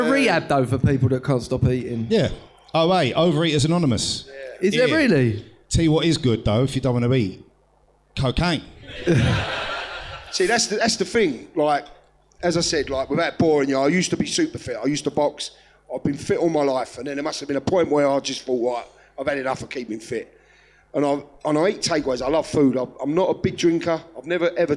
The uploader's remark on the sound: Live From London. We record live from Top Secret Comedy Club this week.